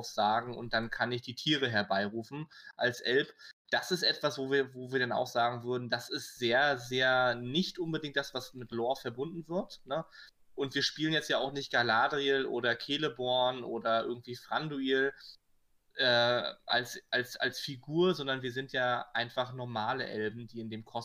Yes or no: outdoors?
no